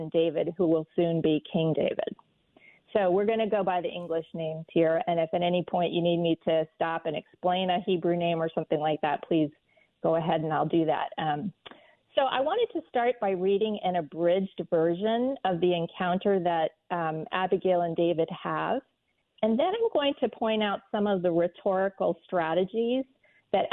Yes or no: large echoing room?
no